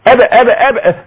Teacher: في اضطراب في الأوتار الصوتية نتيجة أنه حصل هزة في الأوتار · Term: جهر